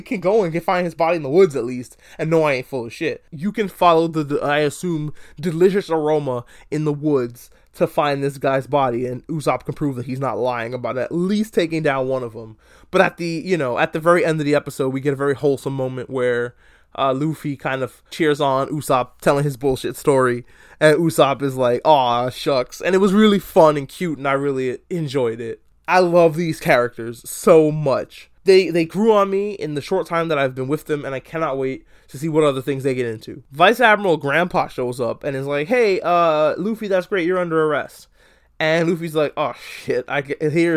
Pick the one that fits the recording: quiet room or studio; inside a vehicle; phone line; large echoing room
quiet room or studio